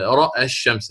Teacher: فانتفاء موجب التقليل جعل رأى بالفتح فقط